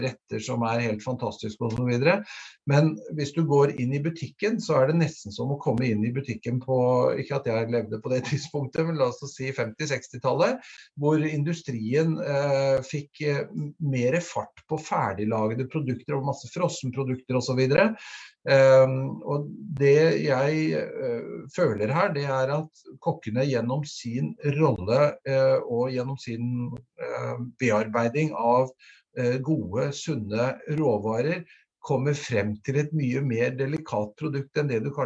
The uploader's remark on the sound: Live Zoom